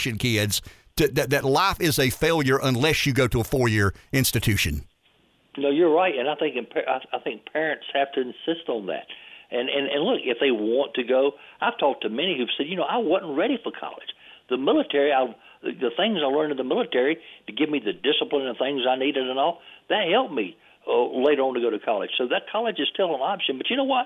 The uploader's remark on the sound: calls in from Washington